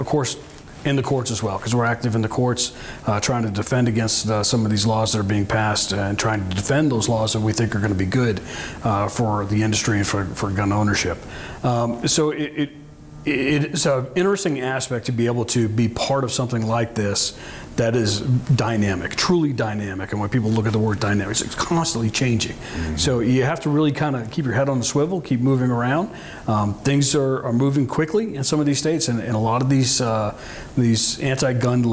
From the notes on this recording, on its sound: On this week’s show, we’re at the Association of Great Lakes Outdoor Writers annual conference in Bemidji!